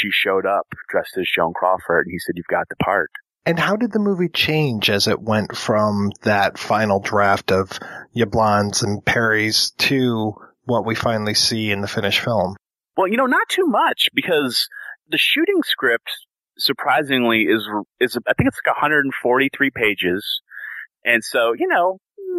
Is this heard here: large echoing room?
no